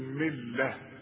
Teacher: التاء المربوطة بتتحول إلى ه